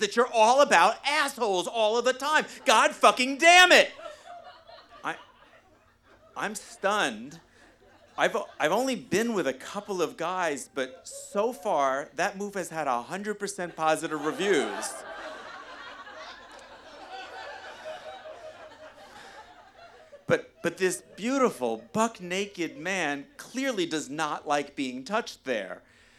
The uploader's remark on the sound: a live show debuting just a minute ago in May of 2022